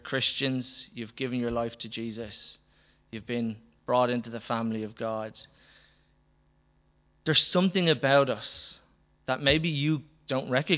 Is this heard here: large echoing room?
yes